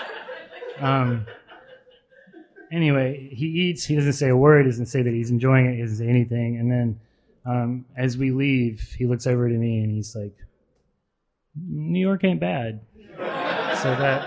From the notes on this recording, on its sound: It’s right here at LIC Reading Series. Recorded with a live audience in the cozy carriage house of a classic pub in Long Island City, Queens, New York.